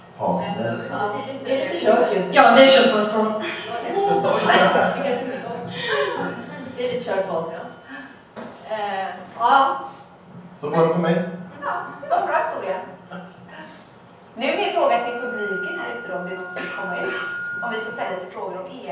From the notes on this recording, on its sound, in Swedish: Vår första live-pod på West Pride 2014 i Göteborg. Ni får även höra publikens egna komma ut-historier. På grund av strul med ljudet så är den första minuten av poden inte med. Och ha överseende med ljudkvalitén som inte är den bästa.